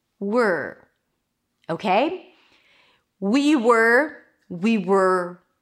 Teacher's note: and you pull the tongue in for the R.